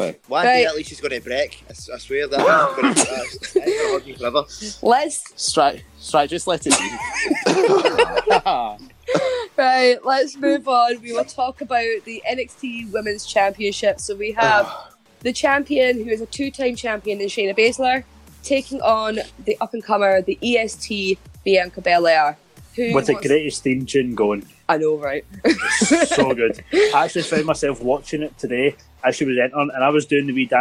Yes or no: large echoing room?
no